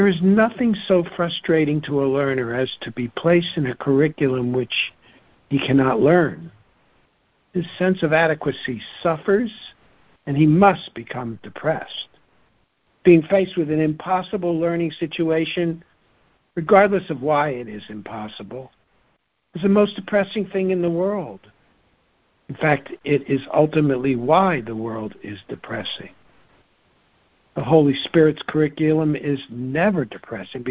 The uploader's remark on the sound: ACIM Daily Conference Call